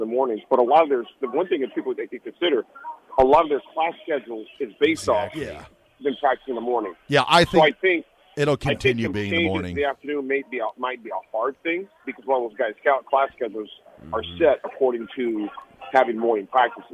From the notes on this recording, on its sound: calls in from Houston!